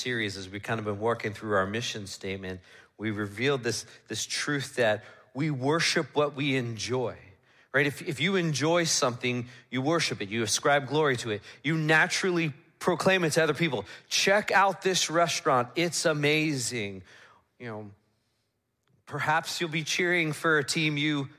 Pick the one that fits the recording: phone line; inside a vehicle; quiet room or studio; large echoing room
large echoing room